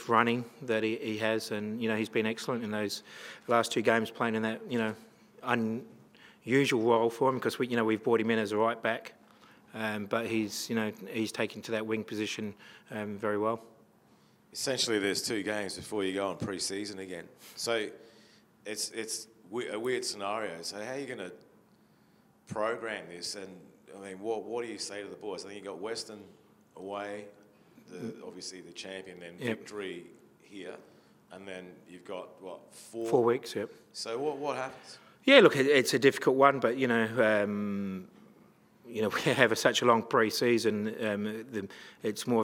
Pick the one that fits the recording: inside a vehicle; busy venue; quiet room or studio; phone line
busy venue